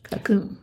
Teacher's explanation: I can't hear the O in it.